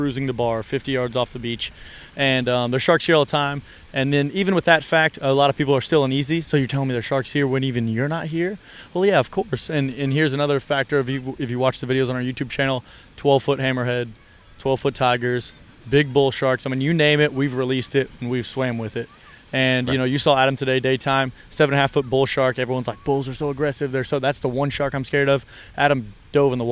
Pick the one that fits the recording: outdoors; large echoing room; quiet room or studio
outdoors